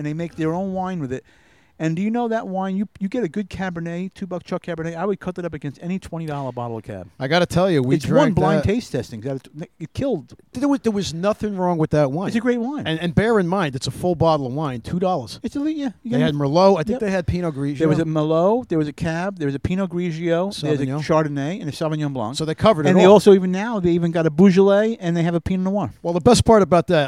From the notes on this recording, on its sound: Live from Englewood Beach Florida! Make there way to Englewood Beach and do the the podcast from a gazebo.